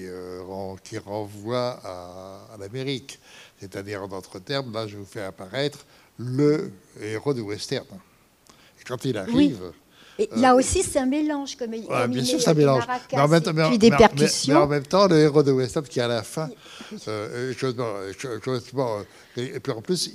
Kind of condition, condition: setting, large echoing room